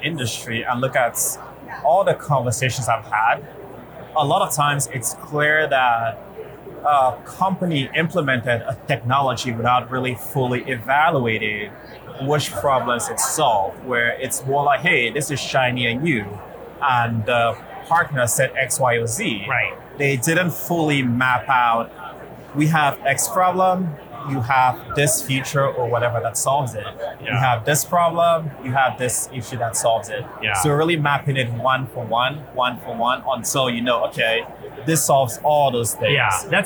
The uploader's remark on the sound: LIVE at Optech